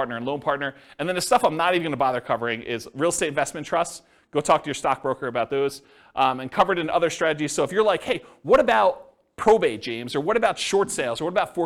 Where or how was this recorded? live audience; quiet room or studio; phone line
live audience